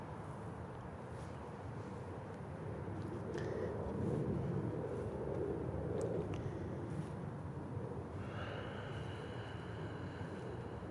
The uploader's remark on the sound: Part 2 of this "In Lak'ech" (I am another Yourself) StarryTelling Podcast Series required a loooong walk in the park to record.